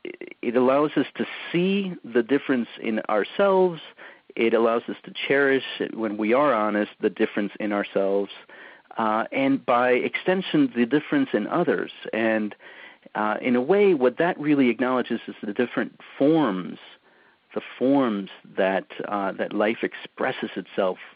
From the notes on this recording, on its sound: On this recording of our August 3, 2010, teleseminar